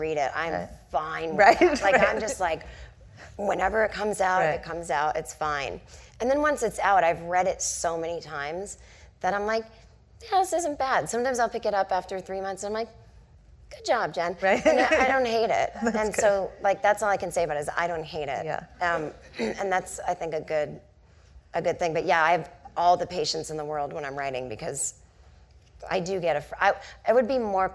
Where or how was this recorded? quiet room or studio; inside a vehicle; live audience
live audience